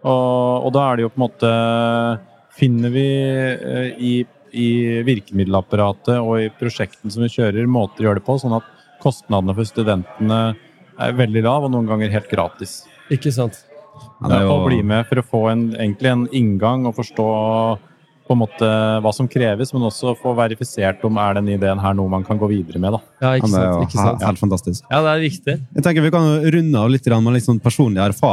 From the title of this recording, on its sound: S4 EXPO LIVE